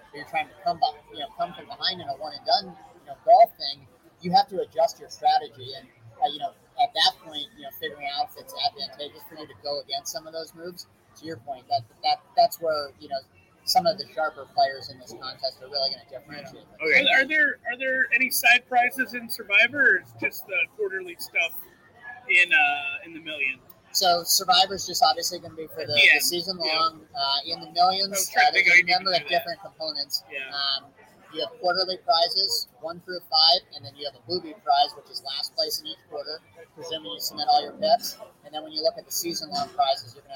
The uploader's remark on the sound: Are in Vegas to sign up for the Circa contest (apologies for the audio quality).